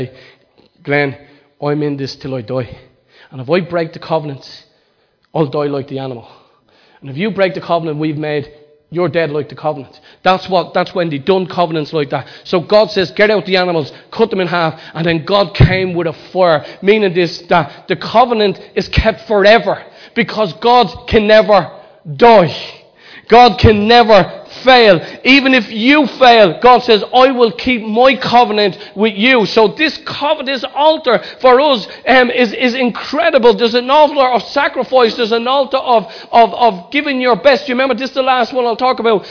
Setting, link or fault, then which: setting, large echoing room